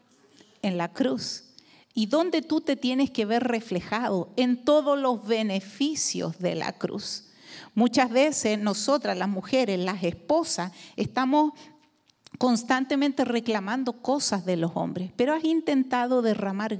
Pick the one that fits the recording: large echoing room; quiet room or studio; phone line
large echoing room